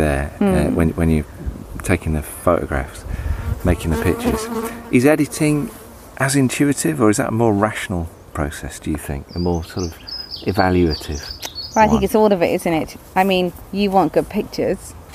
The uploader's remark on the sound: Recorded in her garden in Devon.